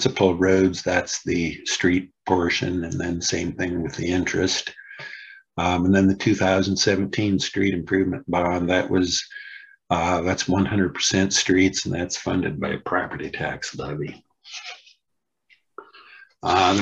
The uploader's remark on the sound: University Heights City Council Meeting of September 13, 2022 was held on Zoom.